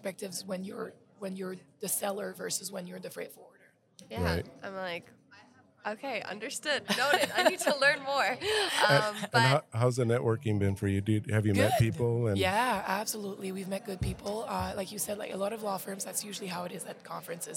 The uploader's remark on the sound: Visiting with attendees of the ICPA 2022 Fall Conference. We set up our microphones and cameras to talk to attendees, sponsors, exhibitors, and the host of the event.